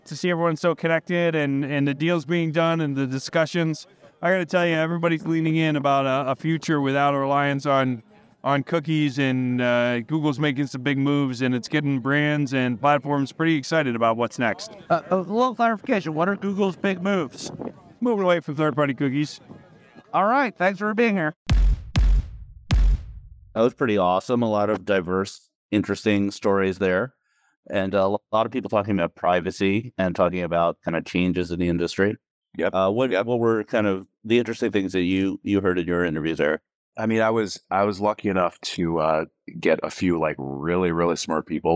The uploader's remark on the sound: From the Possible conference in Miami. We have quick "person on the street" interviews.